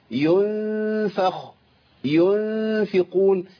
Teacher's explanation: يبقى الغنة مرققة عند الفاء